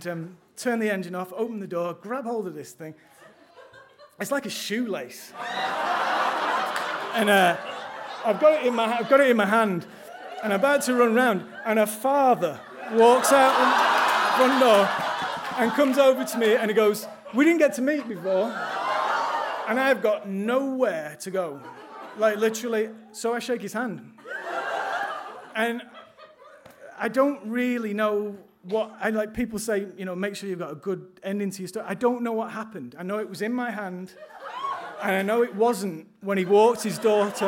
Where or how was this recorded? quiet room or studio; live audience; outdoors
live audience